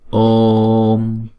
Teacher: Chữ ô là deep tone thì chúng ta phải đọc hai nhịp trước rồi chúng ta mới đóng chữ ô lại.